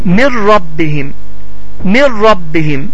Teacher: Yəni səs burundan çıxmır, açıq aydın bir şəkildə tələffüz olunur. · Term: gunnəsiz